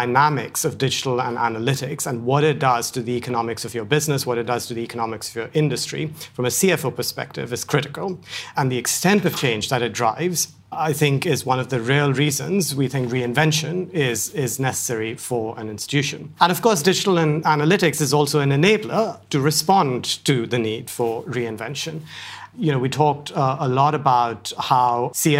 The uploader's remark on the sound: Today’s podcast was recorded at our 2019 CFO Forum